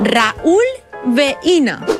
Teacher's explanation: En el diftong decreixent I-U, la dièresi significa que tenim un iat i que, per tant, es llegien en síl·labes diferents